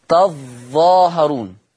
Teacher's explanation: طيب في الآية 85 لف تظاهرون يقرأ ورش بتشديد الظاء فتصير تظاهرون. يبقى إذن حفص يقرأ بتخفيف الظاء أما ورش يقرأ بتشديد الظاء